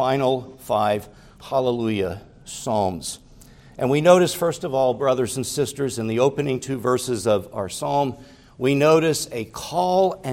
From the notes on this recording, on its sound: preached at Grace Orthodox Presbyterian Church in Sewickley, PA, during the evening Worship Service on Sunday, August 20, 2023